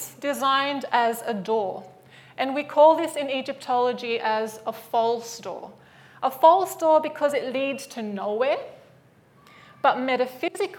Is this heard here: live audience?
yes